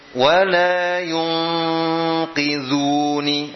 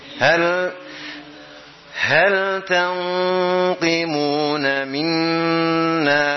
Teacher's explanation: Gunnah pada nun sukun atau tanwin yang bertemu dengan qaf bersifat tebal, walaupun huruf qaf berharokat kasrah.